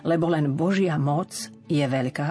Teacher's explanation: ak urobíme prestávku, lebo len Božia moc je veľká, ostane to C neznelé. Ale ak to spojíme, tak musí zaznieť na miesto CZ, lebo len Božia moc je veľká. · Term: spodobovanie